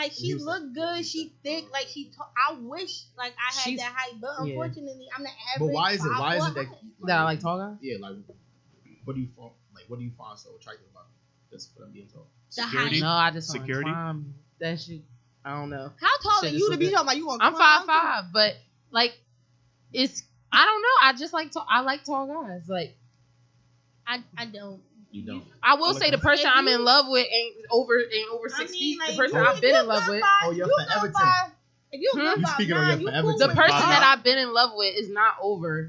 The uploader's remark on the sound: Few audio issues this episode, apologies!